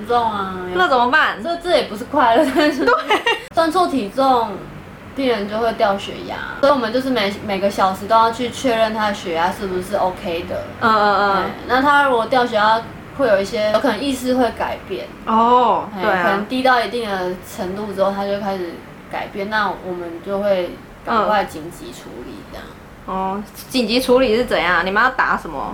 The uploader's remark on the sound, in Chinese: 這集是在朋友家錄音，因住大馬路旁所以會有一些環境音，。加上朋友家養魚所以會有水聲，請見諒。